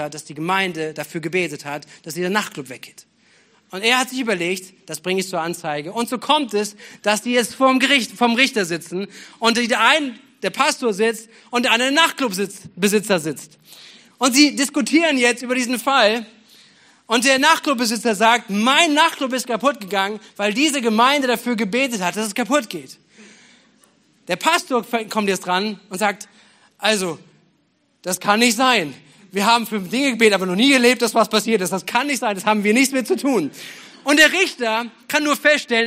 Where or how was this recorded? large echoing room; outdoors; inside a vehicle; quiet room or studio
large echoing room